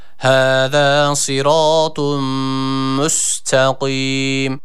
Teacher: tı harfini de burada yine kalın olan bir harf olduğu için U sesi veriyoruz.